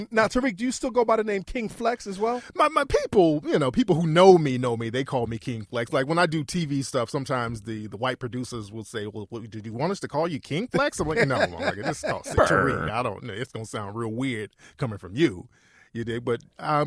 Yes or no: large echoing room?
no